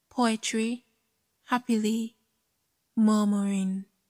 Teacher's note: Take note that 5 feet means the pattern of a stressed syllable followed by 2 unstressed syllables is repeated 5 times, which will equate to 15 syllables on a line. · Term: dactylic pattern